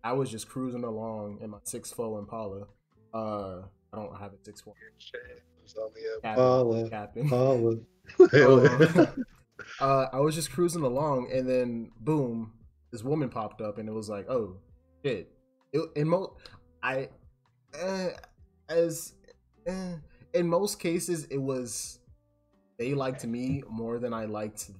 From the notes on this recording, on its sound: I apologize for my voice cutting out so often in the video! I wasn't aware that the program I was using to record wasn't of the best quality.